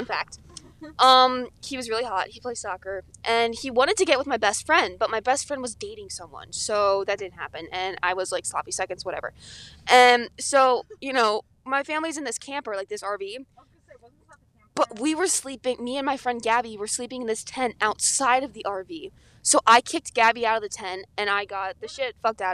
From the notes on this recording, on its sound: CAR CHAT (...with guests!). We take our whole a$$ mic setup into Wegmans.